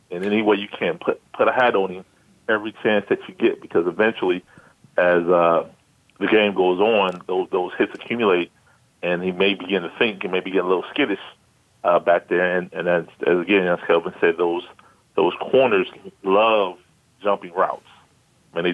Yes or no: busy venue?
no